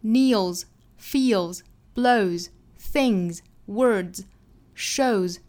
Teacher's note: kneels, feels, blows, things, words, shows 这些词后面加的这些 s 都是读浊辅音。我们这个副歌选的这一小段呢，都是浊辅音或者是元音后面加的 s,这个时候后面加的 s 啊，都是读浊辅音，不管是名词变复数还是动词第三人称单数形式加 s 都应该读浊音。清清浊浊的规律呢，就是单词本身尾部是清辅音还是浊辅音，由它来决定后面加的这个音是清还是浊。那我们发现这些词都是浊辅音，或者是像鼻辅音或者像元音，后面加的音呢都应该读浊辅音的 z,所以这一段后面加的这个 s 啊都是读浊辅音的。